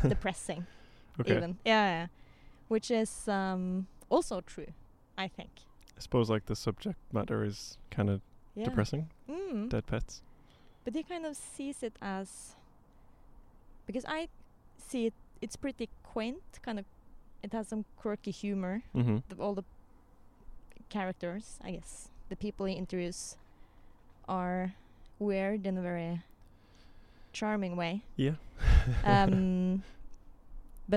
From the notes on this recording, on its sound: We had our first-ever outside recording, and things got very cozy and contemplative!